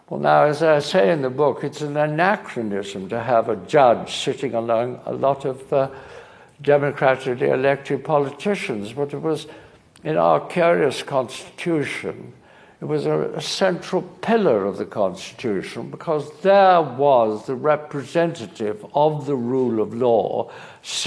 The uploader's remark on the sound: at a Guardian Live event